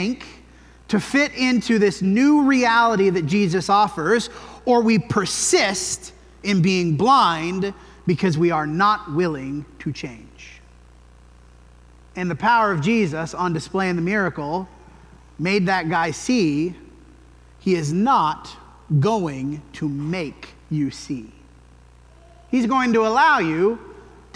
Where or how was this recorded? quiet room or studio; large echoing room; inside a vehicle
large echoing room